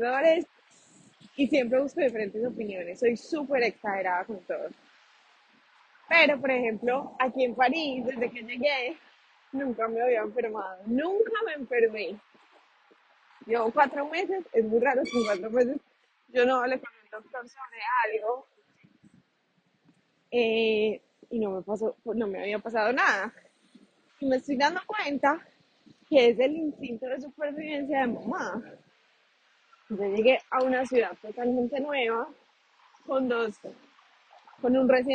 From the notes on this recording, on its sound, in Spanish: Un audio de 3 min caminando por Paris, después de dejar a Ali en la guardería. Se escucha Google Maps.